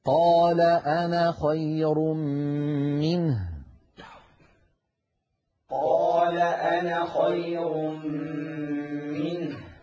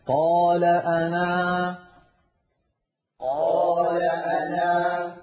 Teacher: لاحظتم كيف حذفنا الألف وصلا وأثبتناها وقفا